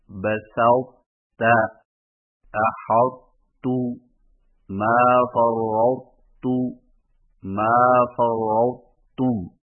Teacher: طا کے موٹا پن کو ظاہر کرنے کے فوراً بعد تا باریک ادا کریں